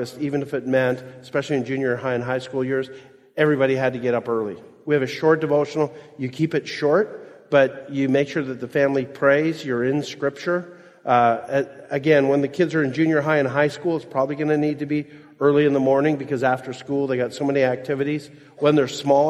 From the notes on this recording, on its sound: Which they preached together at the GO Conference in Toronto, Canada, in 2019. Which they preached together at the GO Conference in Toronto, Canada, in 2019.